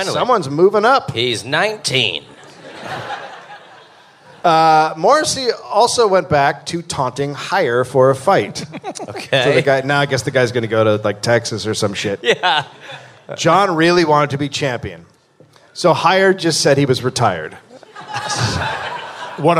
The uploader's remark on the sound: Live in NYC